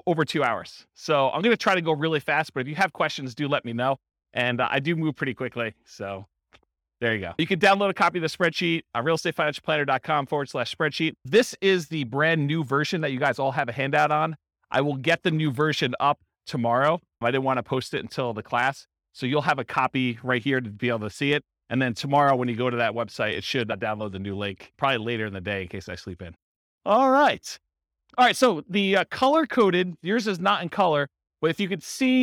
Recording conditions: live audience